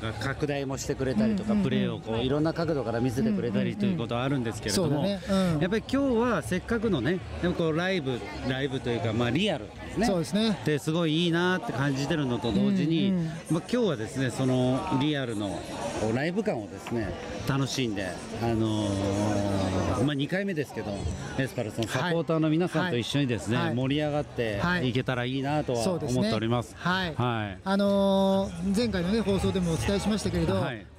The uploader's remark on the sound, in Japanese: 清水エスパルスとジュビロ磐田の静岡ダービーの試合会場から収録！